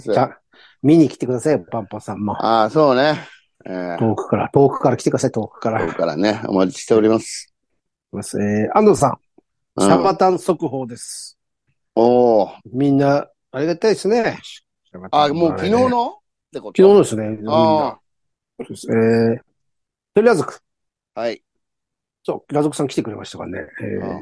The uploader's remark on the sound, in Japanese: ZOOMで収録